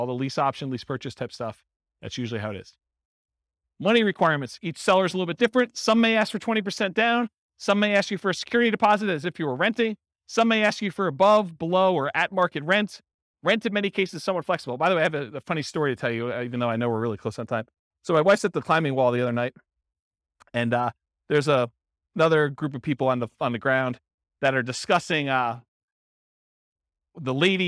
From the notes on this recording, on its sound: This was a live class recorded.